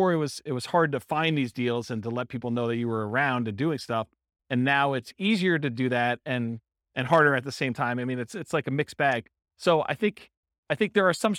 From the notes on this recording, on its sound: This was a live class recorded